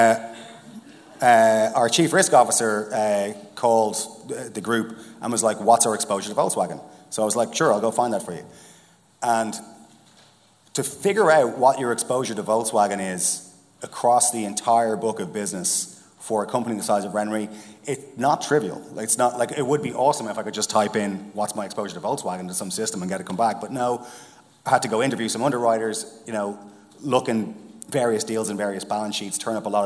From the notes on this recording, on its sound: the second half of our "Reverse Pitch" event from The Steelyard